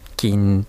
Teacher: きんぬというつもりでぬまでは言わずんで止めます